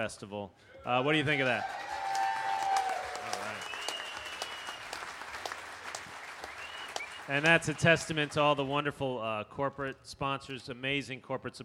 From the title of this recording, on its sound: World Strings Workshop: Richmond Folk Festival (2008)